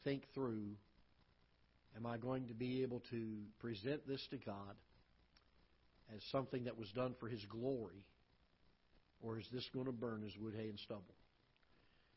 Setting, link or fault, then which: setting, large echoing room